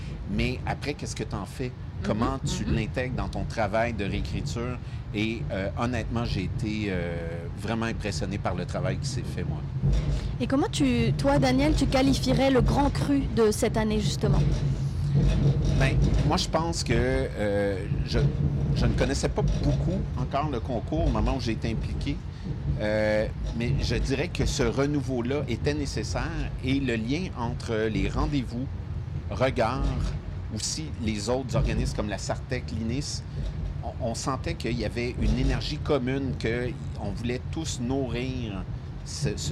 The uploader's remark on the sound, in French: Épisode enregistré dans le train qui mène les invités, de Montréal à Saguenay, de REGARD à la 23e édition.